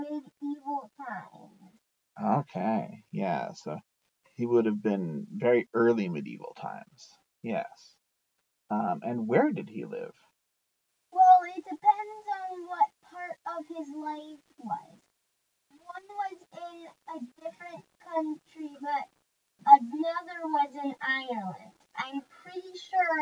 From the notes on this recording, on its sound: Apologies for the audio, turns out the main mic wasn't on.